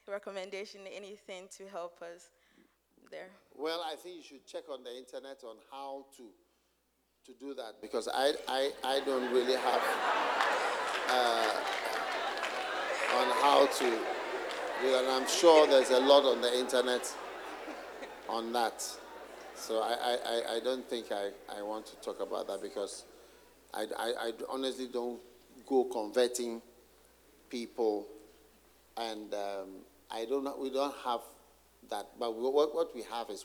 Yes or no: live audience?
yes